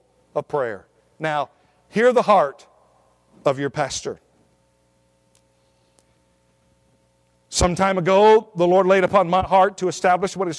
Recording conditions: large echoing room